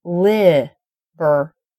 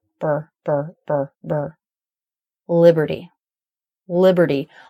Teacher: the vowel in the second syllable is the schwa, and the R consonant sucks up the schwa. It completely takes it over.